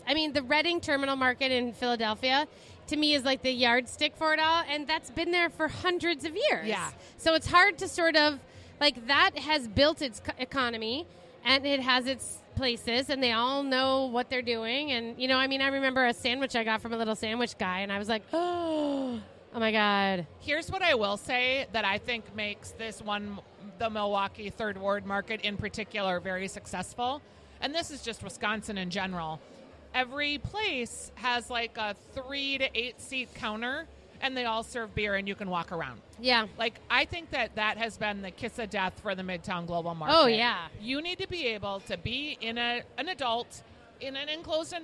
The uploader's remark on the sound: Weekly Dish's "Second Helping" is live from the grand opening of Pimento Kitchen at Keg and Case Market in St Paul.